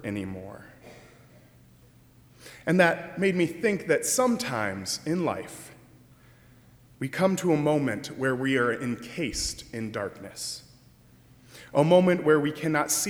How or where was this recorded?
large echoing room